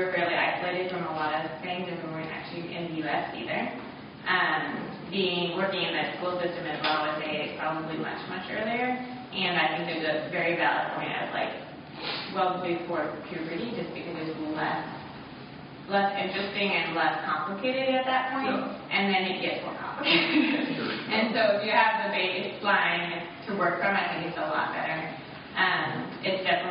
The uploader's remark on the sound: This week's episode features audio from a workshop